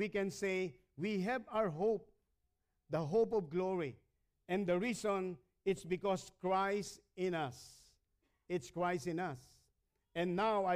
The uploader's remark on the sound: Recorded at Hosanna Evangelical Fellowship (HEF) - Dubai on 20 September 2019.